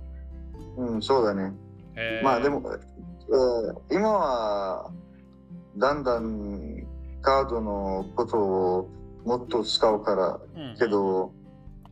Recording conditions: poor sound quality